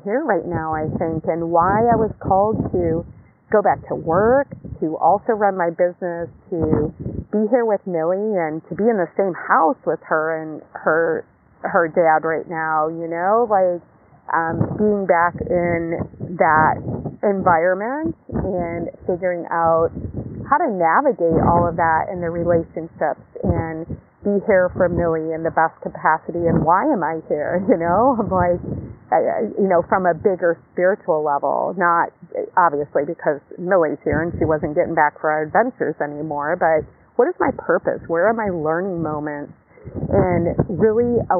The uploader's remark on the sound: Live from the beach, post yoga.